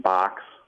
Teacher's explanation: the word B-O-X comes out sounding like box, which is called a fronted O